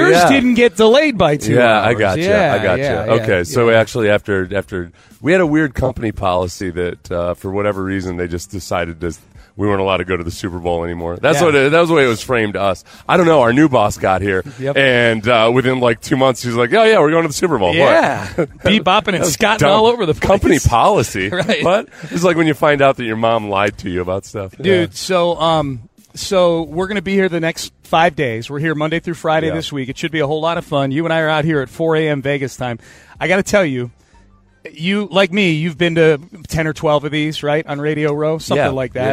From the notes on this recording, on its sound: live on Radio Row in Las Vegas!